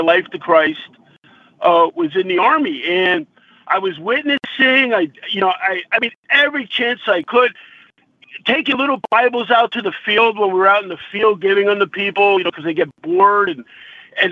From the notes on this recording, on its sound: This morning, listeners phoned.